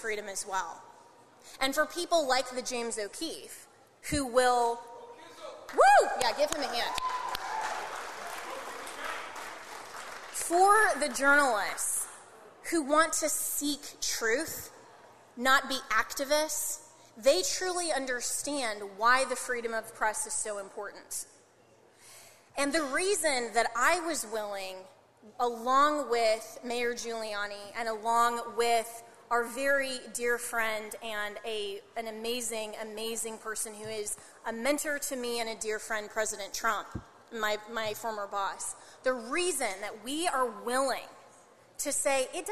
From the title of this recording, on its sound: Keynote from the New York Young Republicans Club